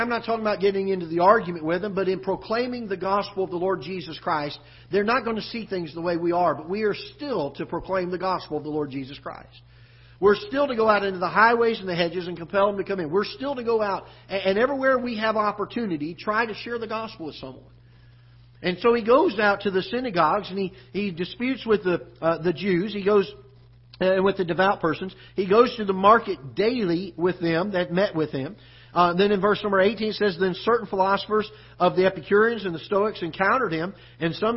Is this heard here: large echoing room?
yes